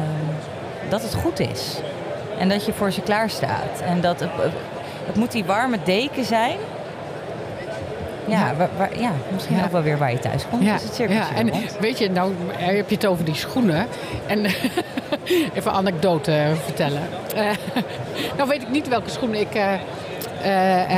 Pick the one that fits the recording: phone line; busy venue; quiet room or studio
busy venue